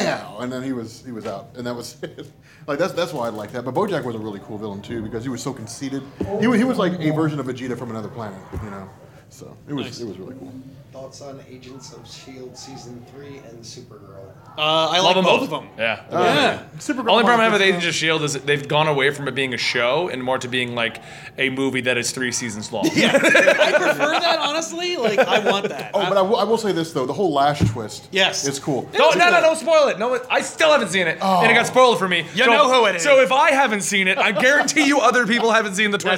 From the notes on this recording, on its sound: we had a live panel at Rhode Island Comic Con 2015!